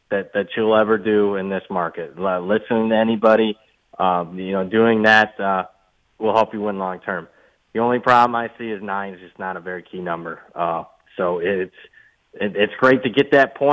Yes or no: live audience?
no